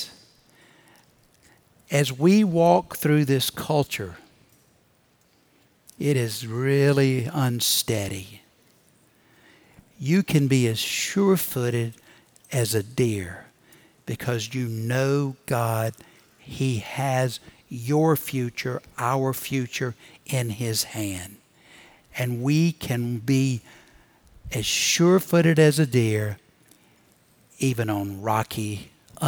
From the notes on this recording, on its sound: Recorded Live at Brookwood Church on 07.09.2023.